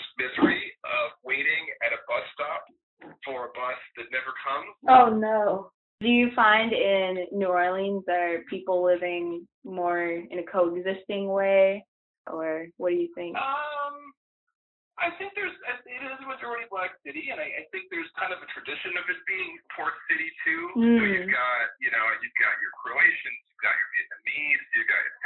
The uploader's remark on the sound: We start this season with dispatches from the road. The audio quality of the interview is less than stellar.